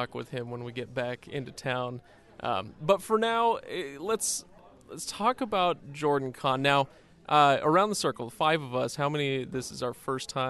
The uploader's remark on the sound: Live at JordanCon 2019